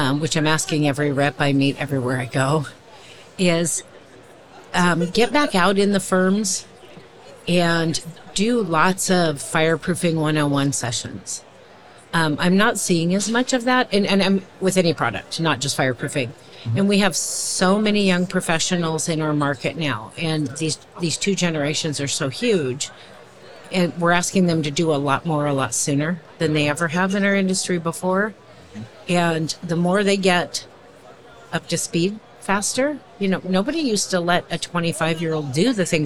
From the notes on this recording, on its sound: a conversation from our live podcasting event at the 2023 AIA Conference on Architecture in San Francisco, California